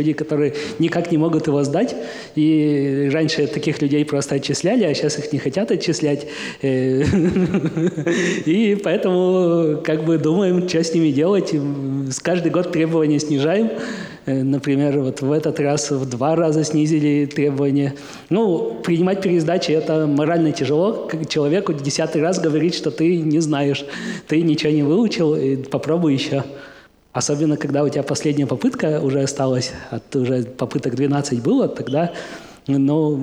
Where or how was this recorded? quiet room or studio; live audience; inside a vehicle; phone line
live audience